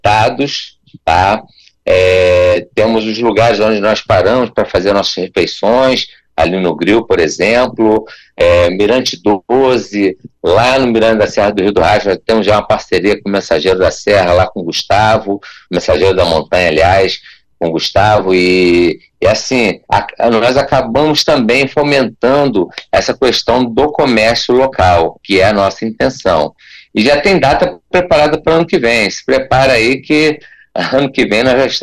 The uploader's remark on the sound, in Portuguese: Em entrevista por telefone ao Cruz de Malta Notícias 2ª edição.